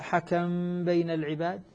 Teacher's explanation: فالآن عندنا إذن الميم قبل الباء، العمل الذي يكون نسكن الميم ونخفي الميم عند الباء مع الغنة · Term: الإخفاء